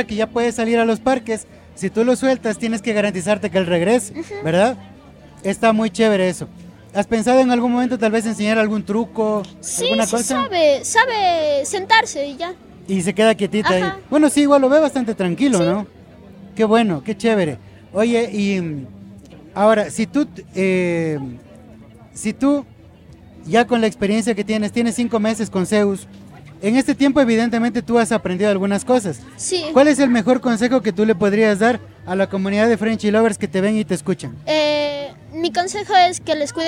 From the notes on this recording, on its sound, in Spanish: Los episodios que grabamos en la Expo Mascotas fueron posibles gracias a una valiosa alianza estratégica con la organización de la feria. Llevar nuestro podcast a la Feria Expo Mascotas no fue una tarea sencilla.